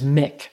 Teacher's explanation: I could not seem to get that L sound. It just came out as Mick every time.